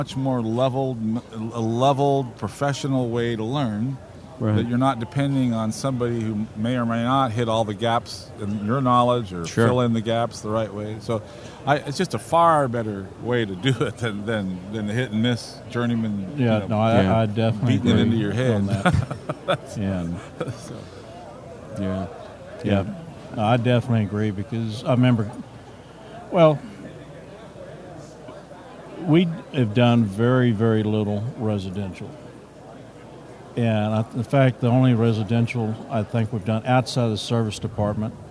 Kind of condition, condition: setting, busy venue